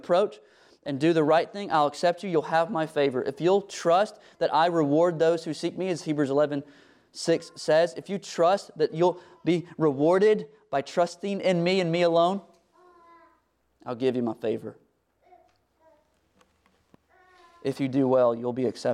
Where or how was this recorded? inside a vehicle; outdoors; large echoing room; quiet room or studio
large echoing room